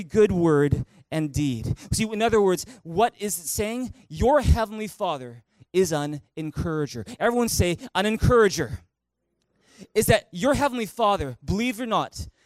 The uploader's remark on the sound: Recorded on June 17, 2018 at THRIVE Church Vancouver, Canada